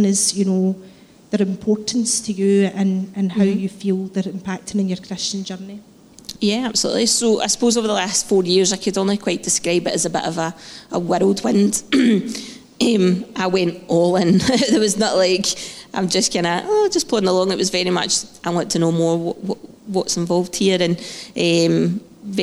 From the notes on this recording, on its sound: Live podcast from Testimony Sunday.